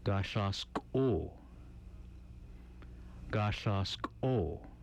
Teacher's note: the throat tensed and the vocal cords closed, then popping open. It sounds like the Q sound made with a catch in the throat.